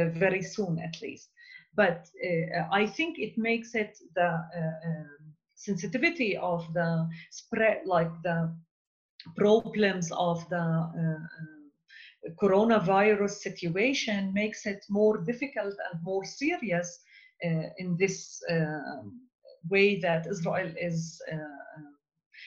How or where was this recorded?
video call